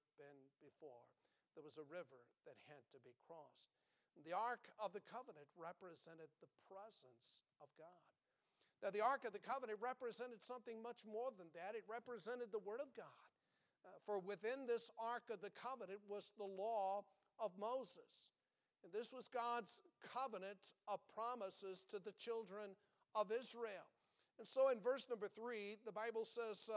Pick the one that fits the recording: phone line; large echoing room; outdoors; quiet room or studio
large echoing room